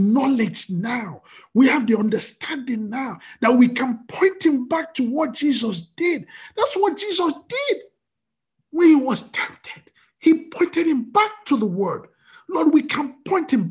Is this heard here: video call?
yes